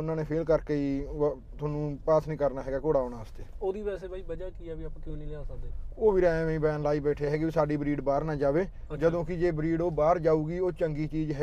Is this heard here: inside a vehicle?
yes